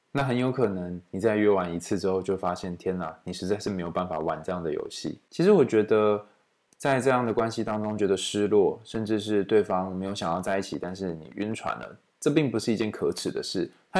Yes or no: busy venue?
no